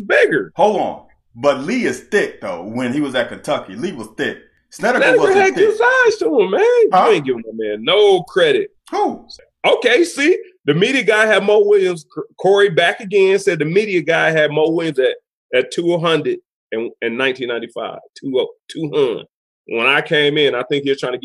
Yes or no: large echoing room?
no